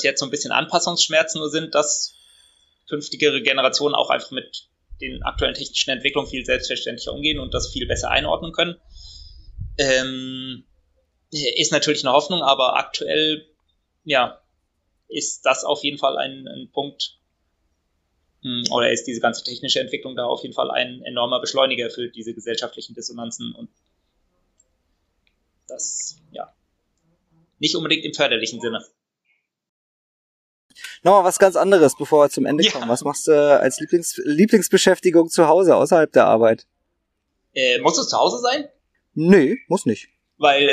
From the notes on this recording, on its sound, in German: auf Instagram-Live